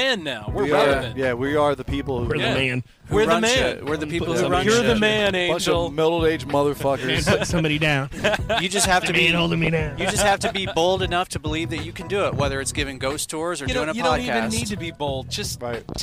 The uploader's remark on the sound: The boys take the show on the road and record at Last Flight Brewing Company in Jefferson City!